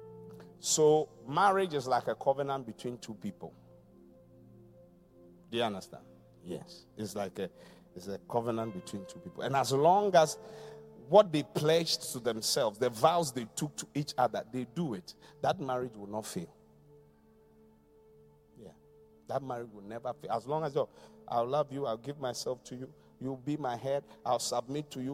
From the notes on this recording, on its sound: Preached at The Qodesh